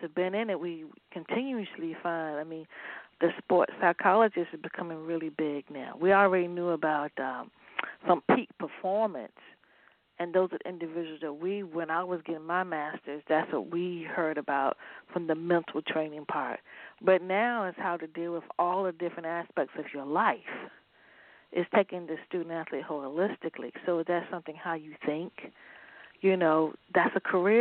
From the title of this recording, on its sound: A Chat in the Garden